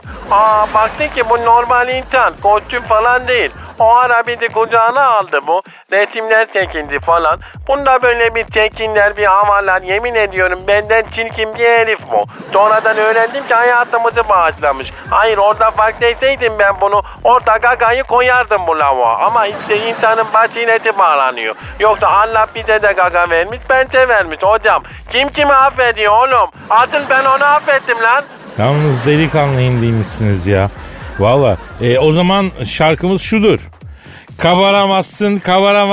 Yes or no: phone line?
yes